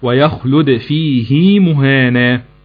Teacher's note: هنا هاء الكناية وقعت بين الياء الساكنة والميم المتحركة، على خلاف القاعدة العامة عند الإمام حفص وصل هاء الكناية بمد بالياء